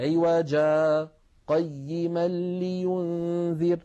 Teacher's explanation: لو وقفنا على عوجا فإننا نبدل التنوين مد عوض أيضا لو سكتنا، فلا نقول عوجا قيما، بل نقول عوجا قيما لينذر.